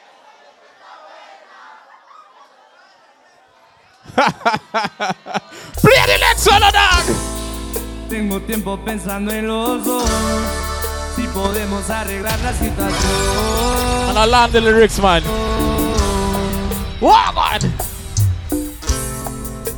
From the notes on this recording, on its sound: Live Inside Moneta Night Club - San Pedro For Ladies Night - Wednesday August 23rd, 2023